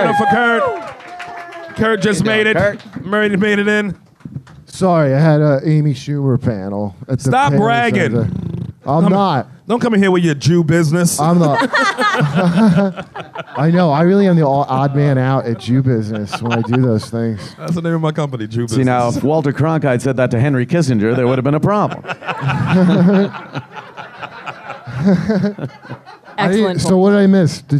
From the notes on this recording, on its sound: This live episode was a part of The New York Comedy Festival! There was at least one person in the audience.